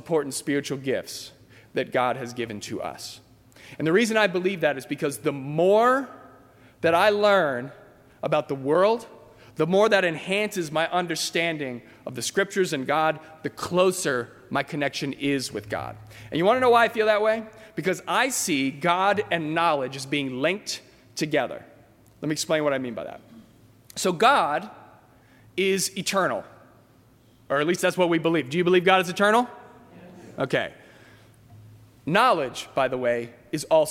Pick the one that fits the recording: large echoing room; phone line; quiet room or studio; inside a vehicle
large echoing room